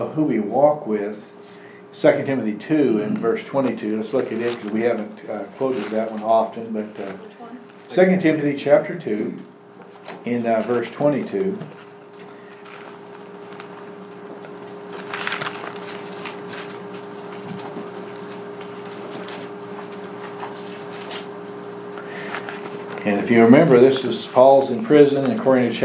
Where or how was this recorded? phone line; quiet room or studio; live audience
live audience